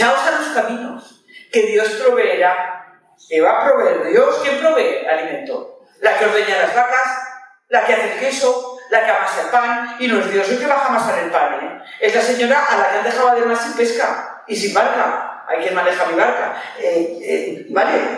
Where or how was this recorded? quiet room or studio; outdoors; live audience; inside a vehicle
live audience